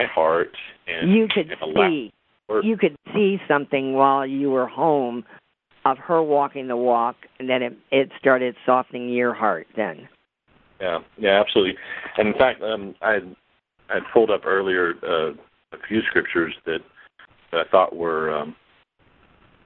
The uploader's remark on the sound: CONFERENCE CALL